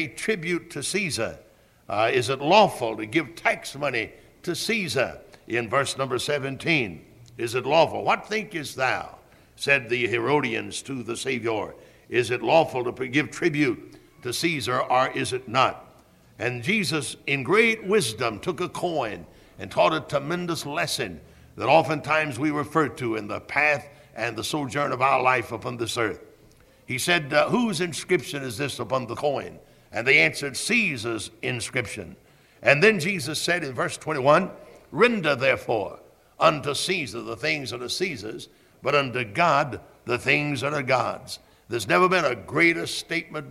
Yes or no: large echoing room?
yes